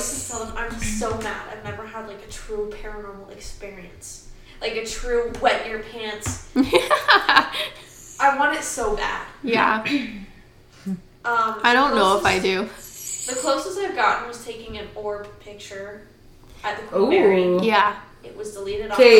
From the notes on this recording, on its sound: please forgive us this week as our audio is booty cheeks